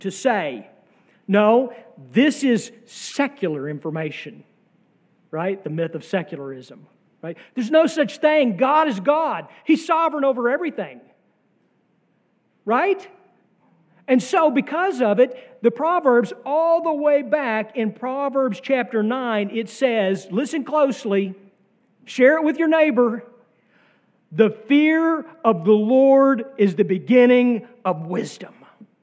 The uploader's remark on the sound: sermon from our worship service on May 7, 2023